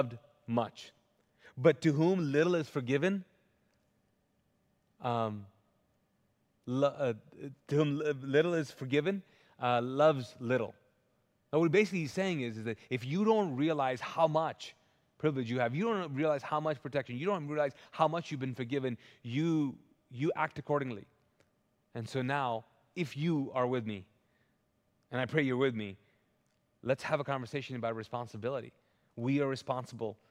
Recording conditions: large echoing room